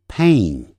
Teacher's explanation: 先发 A 的音 pay 然后再一个鼻音